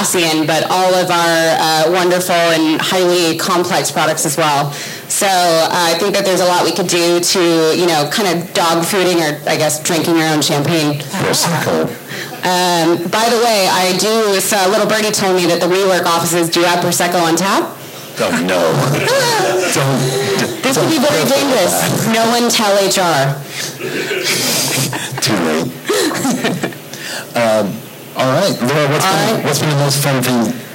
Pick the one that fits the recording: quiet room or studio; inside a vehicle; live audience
live audience